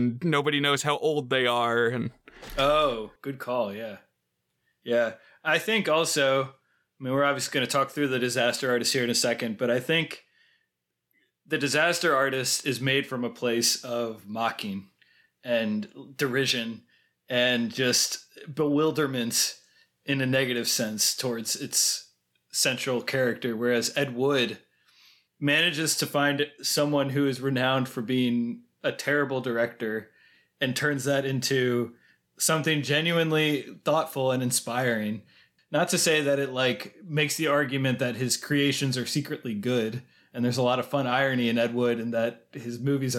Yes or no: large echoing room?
no